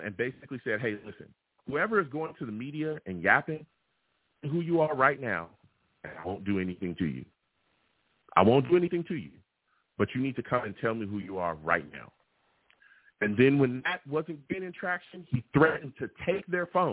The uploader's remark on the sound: I take live callers!